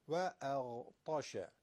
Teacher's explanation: حرف غین و طا حروف استعلاء هستن، تفخیم میشن